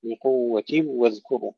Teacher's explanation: وإذ أخذنا ميثاقكم، النقل لورش والسكت لخلف عن حمزة بخلافه، خذوا ما آتيناكم بدلات ورش بقوة واذكروا، هنا إدغام خلف عن حمزة بلا غنة